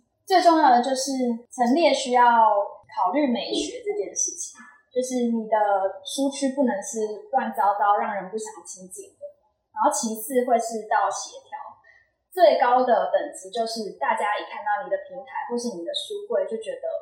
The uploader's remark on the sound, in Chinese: 店員專場講座特輯！現場收音設備不足，後製已盡量降噪處理，音質不佳敬請見諒。